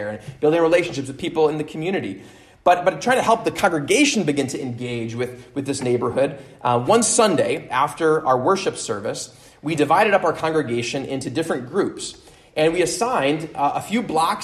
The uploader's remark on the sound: at Immanuel Lutheran Church in Pasadena, CA